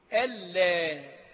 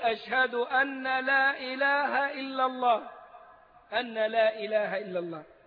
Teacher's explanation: أن المخففة من الثقيلة، لا النافية، أن كلمة، ولا كلمة، ولكن النون إذا جاءت ساكنة واللام بعدها أدغمت إدغاما كاملا بغير غنة · Shown in: first take · ألا، فكأنها صارت حرفا واحدا، والبعض يكتبها ألا همز لام ألف، والأصل فيها كلمتان: أن لا، ولا تنطق كما نسمع من بعض المؤذنين أحيانا الذين لا يحسنون الأذان، يقول أشهد أن لا إله إلا الله، أن لا إله إلا الله، ليست هكذا.